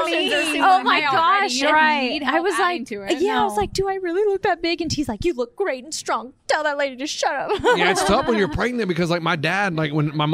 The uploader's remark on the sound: CMA Awards Backstage Interviews.